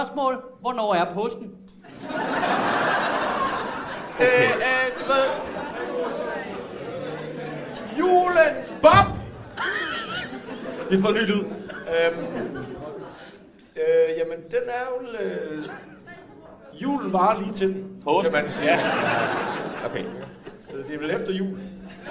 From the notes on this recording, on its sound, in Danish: Optaget live på Comedy Zoo